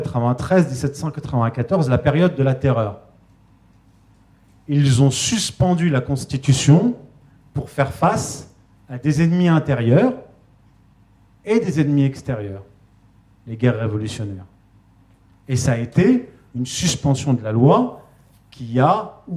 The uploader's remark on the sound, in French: donnée en août 2021 au second Festival de la réconciliation